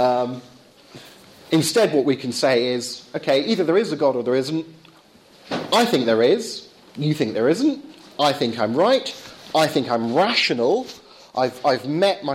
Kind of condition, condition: setting, large echoing room